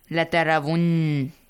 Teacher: لترون with two counts غنة